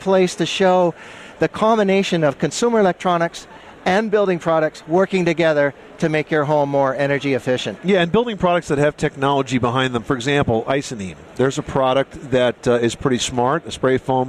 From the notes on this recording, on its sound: Live from the floor of the Las Vegas Convention Center – where hundreds of thousands have gathered for the granddaddy of tech shows – the 2012 International Consumer Electronics show.